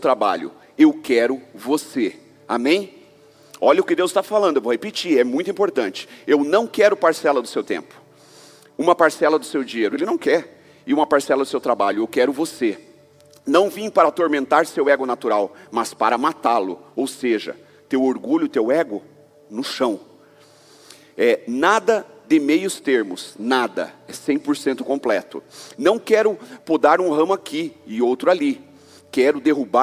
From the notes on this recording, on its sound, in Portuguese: Culto de Celebração